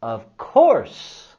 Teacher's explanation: Tenemos el sonido vocálico en course, o, oh, course. Y vamos a subir la entonación en la palabra course.